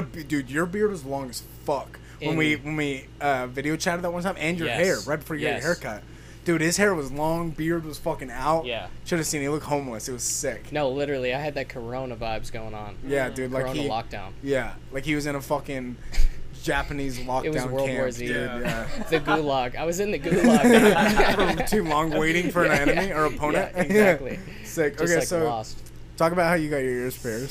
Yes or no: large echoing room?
no